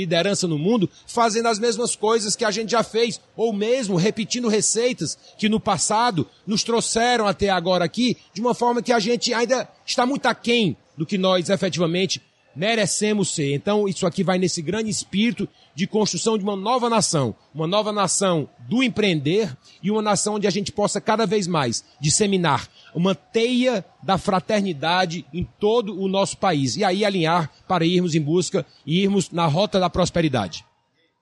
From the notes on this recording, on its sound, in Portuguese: Podcast gravado no evento "Sebrae - Circuito Startup Summit Espírito Santo"